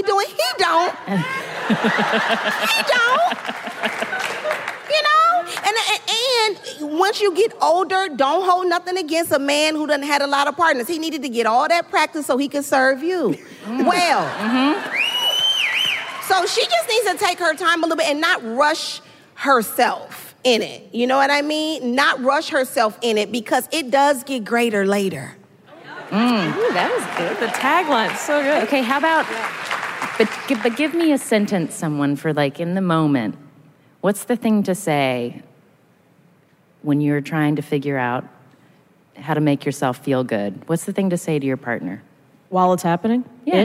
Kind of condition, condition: setting, live audience